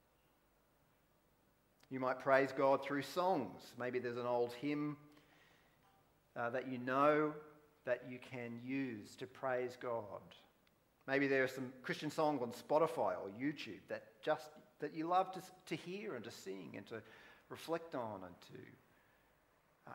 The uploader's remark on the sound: Preached at Wollongong Christian Reformed Church